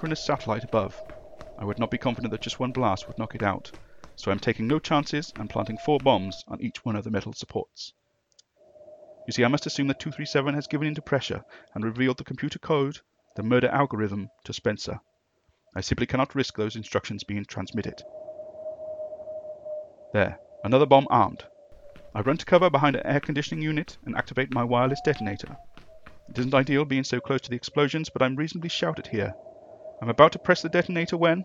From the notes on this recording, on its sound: The hisses and crackles you hear on this recording are quite deliberate, as low-fidelity is to be expected from audio retrieved by laser-accelerated spectography from a parallel universe 1965.